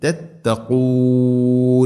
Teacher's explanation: ലഅല്ലക്കും, ലഅല്ലക്കും തത്തഖൂൻ, തത്തഖൂൻ അല്ല തത്ത, തത്തഖൂൻ. ഖാഫിൻ്റെ ഉച്ചാരണം ശ്രദ്ധിക്കുക, തൊണ്ടയുടെ മുഗൾ ഭാഗത്തിൻ്റെ മേലെ ചെറുനാക്കിൻ്റെ ആ ഒരു ഭാഗത്ത് നിന്നാണ് ഖാഫ് വരുന്നത്. പ്രത്യേകം ശ്രദ്ധിച്ചു ഉച്ചരിക്കണം, തത്തഖൂൻ.